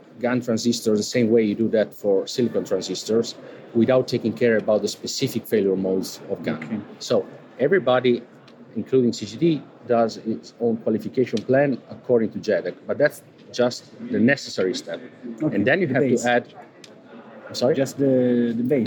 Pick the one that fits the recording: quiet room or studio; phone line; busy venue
busy venue